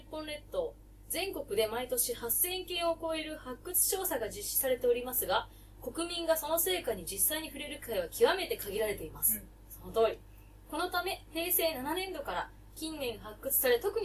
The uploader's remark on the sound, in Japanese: 収録超ケアレスミスにより音質が悪いです